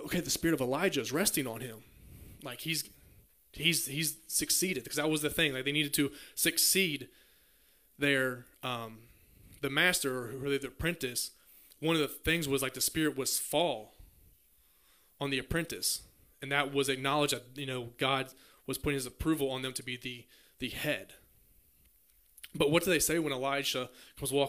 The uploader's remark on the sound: Message preached at Near Church in Bowing Green Kentucky.